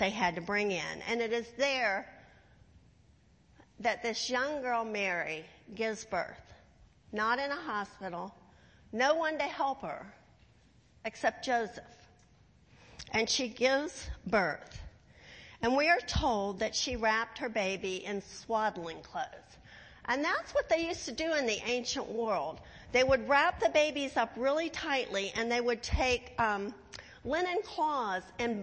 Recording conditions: large echoing room